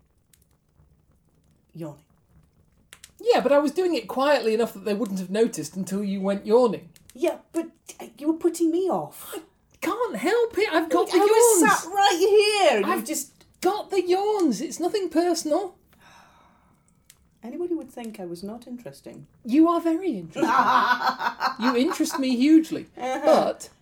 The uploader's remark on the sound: Background fire ambience